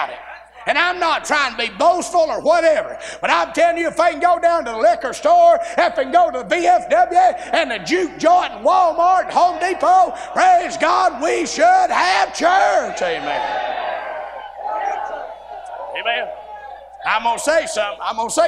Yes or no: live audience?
yes